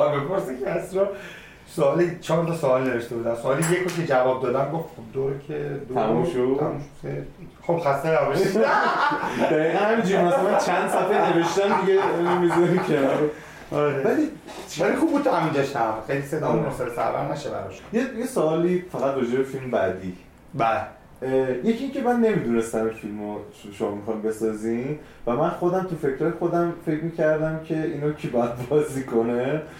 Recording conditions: poor sound quality